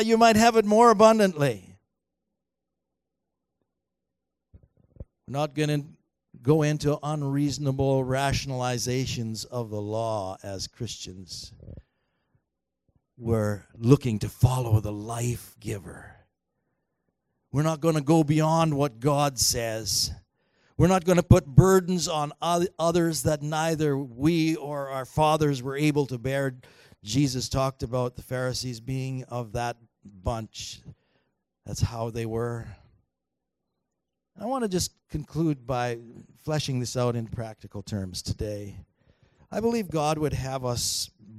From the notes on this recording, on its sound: Recorded on February 10, 2019 at THRIVE Church Vancouver, Canada